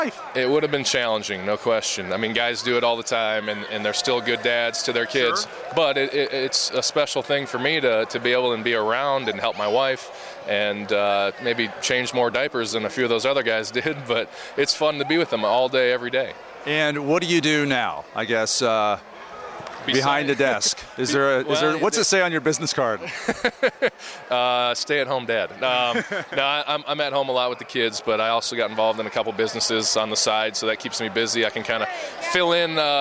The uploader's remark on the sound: This episode comes to you live from the &#8220;All Pro Dad Father and Kid Experience&#8221; in Indianapolis with the NFL Colts. This episode comes to you live from the “All Pro Dad Father and Kid Experience” in Indianapolis with the NFL Colts.